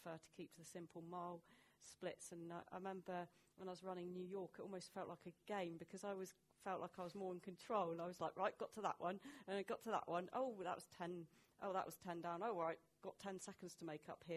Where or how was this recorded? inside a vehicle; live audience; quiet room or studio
live audience